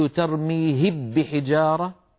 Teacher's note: لو قلت ترميهب بحجارة فإنني حينئذ أكون قد أدغمت الميم في الباء